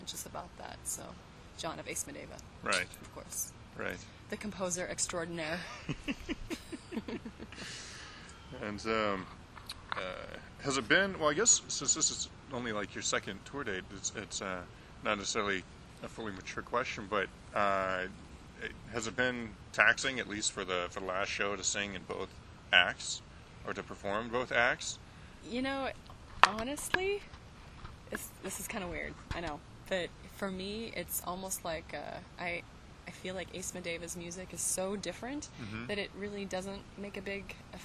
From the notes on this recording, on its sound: Outside The Galaxy Theater in Santa Ana. It was the last interview he did at that venue before they closed it down recently to turn it into a night club.